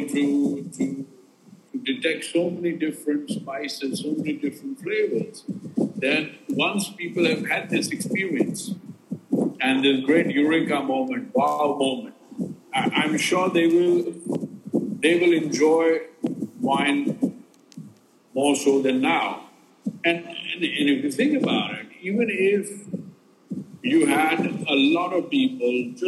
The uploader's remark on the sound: Apologies for the sound quality